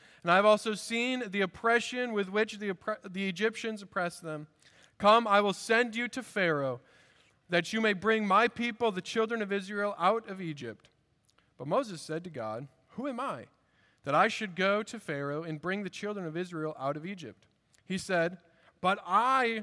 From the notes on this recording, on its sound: At Redeemer Presbyterian Church in Charleston, SC